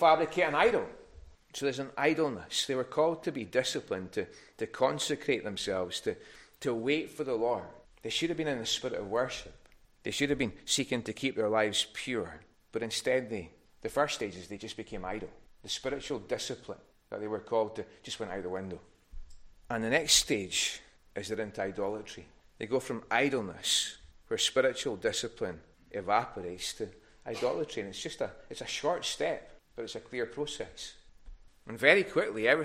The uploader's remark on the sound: recorded at North Harris Free Church on the morning of Sunday, 6th August 2023